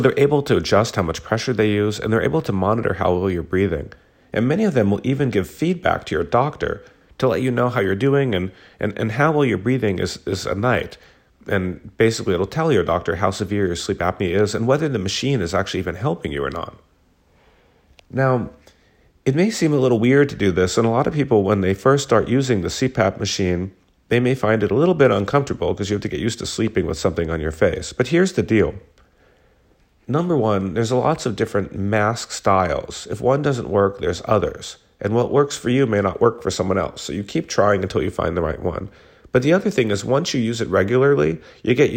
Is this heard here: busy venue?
no